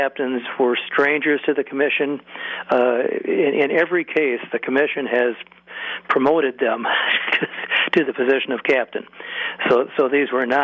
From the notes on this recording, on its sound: Called. Proclaimed today Wisconsin Craft Brewery day from the festgrounds.